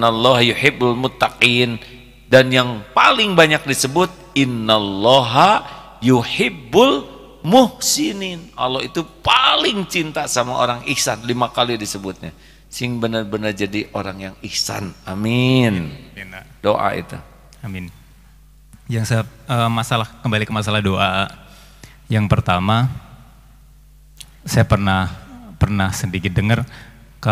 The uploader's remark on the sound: LIVE dari Masjid Daarut Tauhiid Bandung.